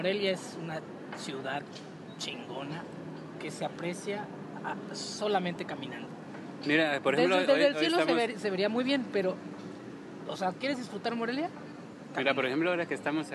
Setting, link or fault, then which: setting, outdoors